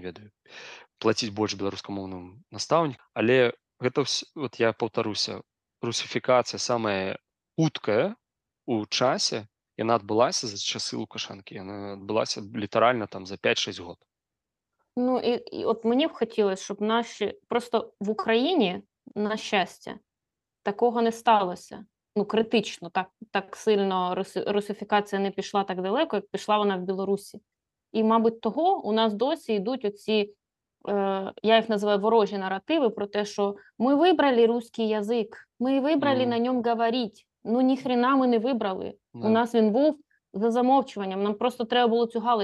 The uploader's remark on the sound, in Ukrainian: ми сидимо в ЗУМ і записуємо подкаст